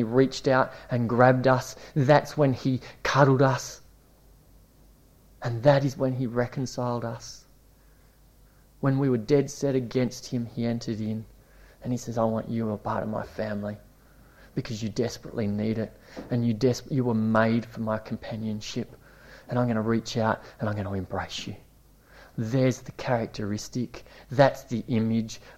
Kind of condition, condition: setting, large echoing room